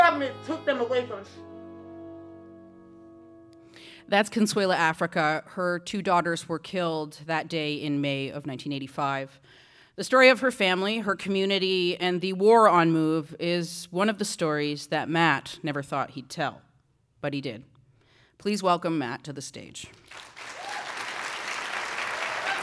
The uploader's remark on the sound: On stage at Hot Docs. In this live discussion from the Hot Docs festival.